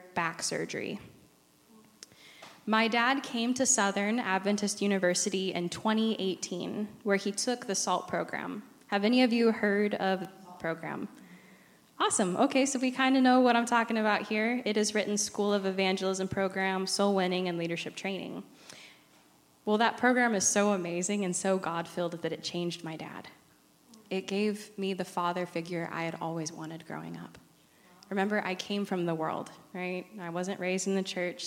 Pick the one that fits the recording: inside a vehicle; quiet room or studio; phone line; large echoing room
large echoing room